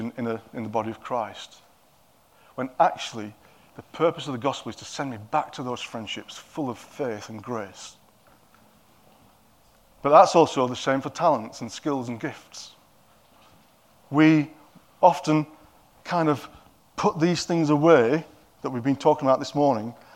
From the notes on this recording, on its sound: At King's Church, Cockermouth, as an audio file.